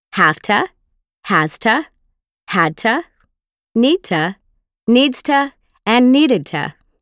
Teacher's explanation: The final da in had, need, and needed, and the ta of to blend into a single sound. · Term: blended pronunciations